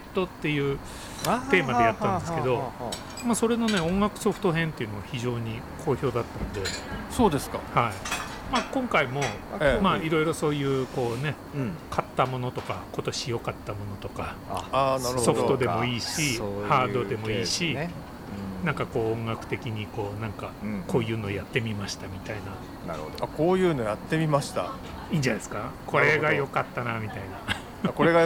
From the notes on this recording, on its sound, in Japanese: 忘年会を兼ねて12月に某カフェのテラス席で収録したもの。3人でワイン飲みながら語り合います。